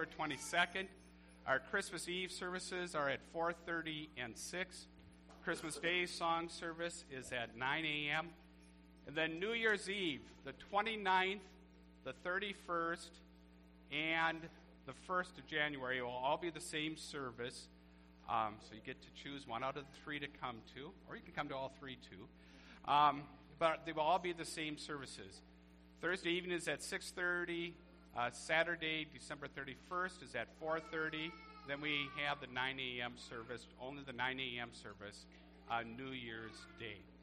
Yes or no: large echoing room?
yes